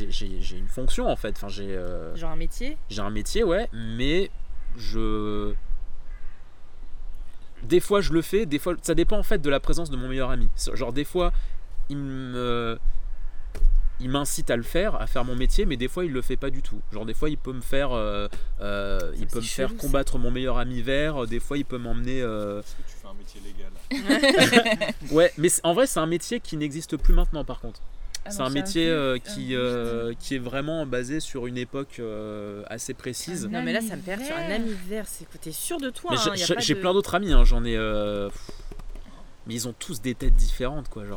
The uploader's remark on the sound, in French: (ASMR Jardin). L'équipe s'excuse pour les bruitages de vents mais se félicite également pour cet ASMR Jardin qu'elle vous offre.